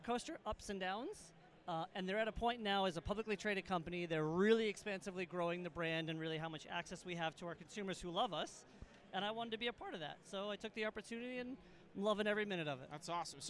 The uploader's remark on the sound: Live From Manifest 2024. Directly from the show floor.